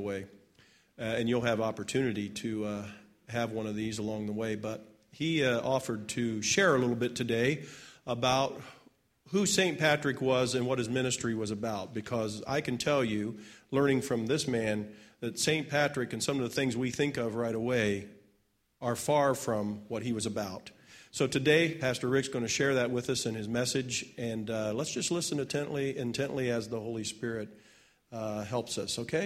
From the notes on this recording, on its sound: It's message I preached on Sunday Morning March 13th, 2016 at First Church of the Nazarene in Springfield Ohio.